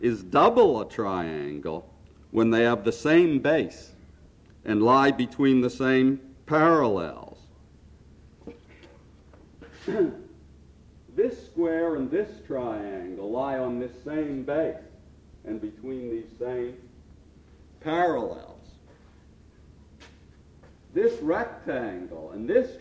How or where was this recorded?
live audience